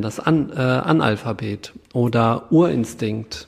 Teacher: Da brauchst du zum Beispiel den Glottisschlag, um das zu trennen